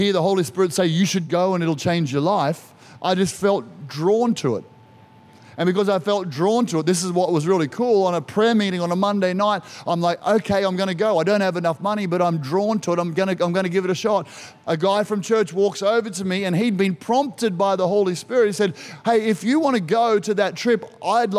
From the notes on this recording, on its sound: This was recorded in our 9am service on the 31st of October, 2021